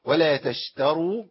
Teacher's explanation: عندي تاء مرققه، شين مرققه، تاء مرققه، امال ايه المفخم؟ الراء